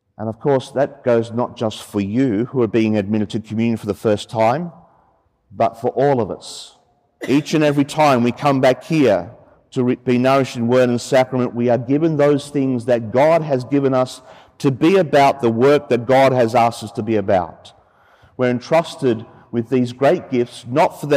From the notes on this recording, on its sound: from Sacred Heart Cathedral, Hamilton, during which children from the Cathedral Parish celebrated their First Communion